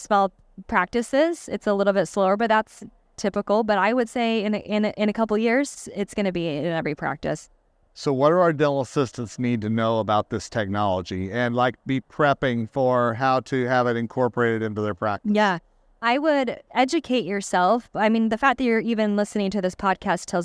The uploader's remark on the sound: recorded during SmileCon in Orlando, Fla.